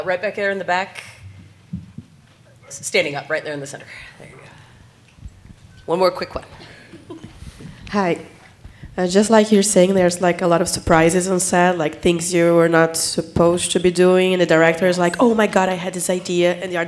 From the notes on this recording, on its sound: Recorded Live from LA Comic Con 2023. Recorded LIVE from the LA Convention Center at LA Comic Con 2023.